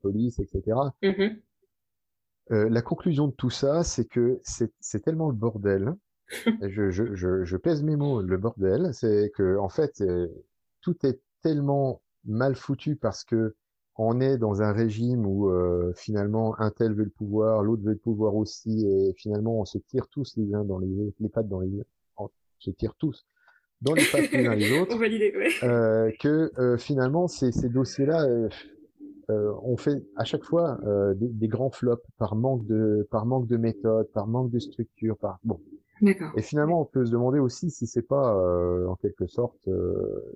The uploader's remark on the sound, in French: Émission enregistrée le 23 avril 2020 sur Mumble, dans le salon La voix est libre du.